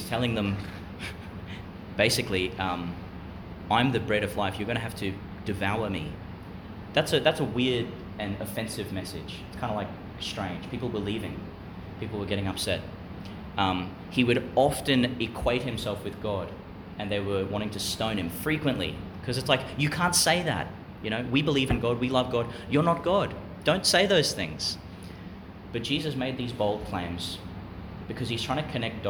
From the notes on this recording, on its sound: Homily for the Thursday in the Third Week of Eastertide, delivered for the Year 10 RE students of Chanel College, Gladstone, in the College Chapel.